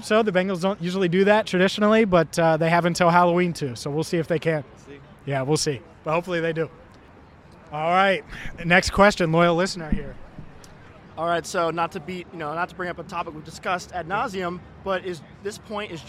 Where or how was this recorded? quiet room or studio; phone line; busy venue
busy venue